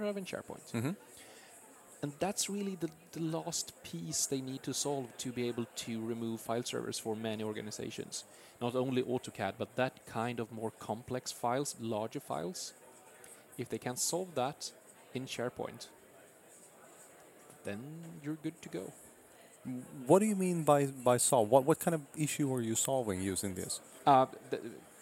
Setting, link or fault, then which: setting, busy venue